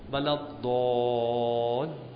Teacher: و بعد اینجا نکته مهمی که هست، یکی مد ولا الضالین، دو تا مده، یه مد اول که طولانیه، یه مد کوتاه که مال صدای ای هست که کوتاه‌تره، و تشدید لام هم اینجا خیلی مهمه.